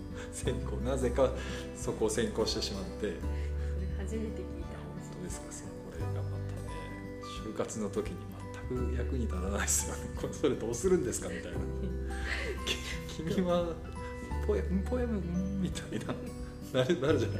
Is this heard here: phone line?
no